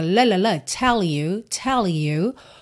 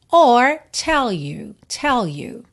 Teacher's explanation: Tell you tem duas formas de juntar. Você pode juntar com L mesmo lá no céu da boca · Shown in: first take